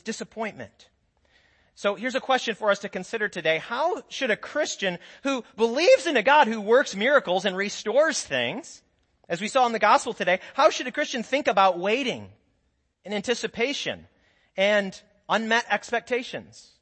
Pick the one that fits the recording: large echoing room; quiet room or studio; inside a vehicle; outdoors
large echoing room